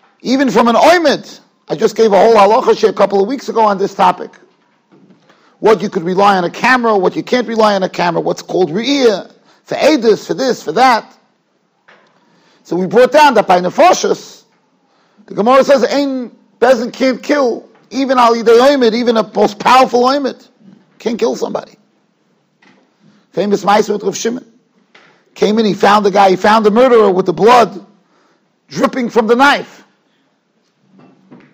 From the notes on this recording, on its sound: Shiur recorded in Yeshivas Ohr Reuven, Monsey, NY.